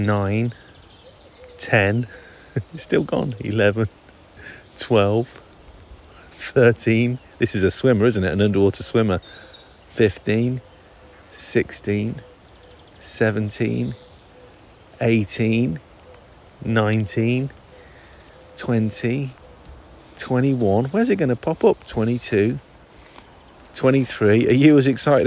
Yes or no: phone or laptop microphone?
yes